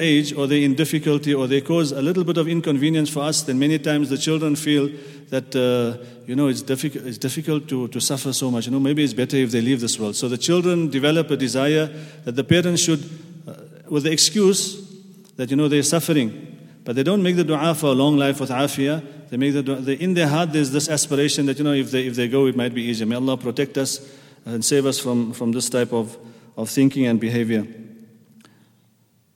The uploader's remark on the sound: at the Houghton Masjid (West Street)